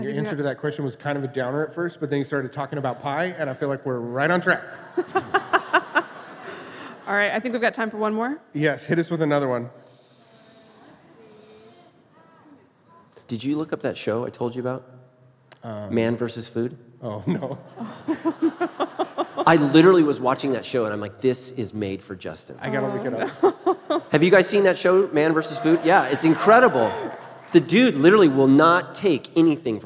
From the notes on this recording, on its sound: Live from the Cutting Room Floor. Recorded live with a few hundred fans of the show.